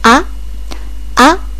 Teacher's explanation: 第二声の方は急に上に飛び上がる感じである